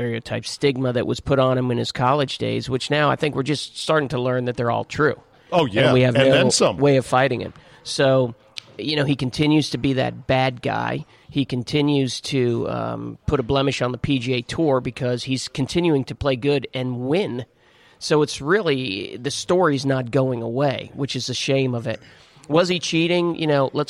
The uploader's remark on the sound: Taped live at GolfDom Golf in Tyson's Corner, VA.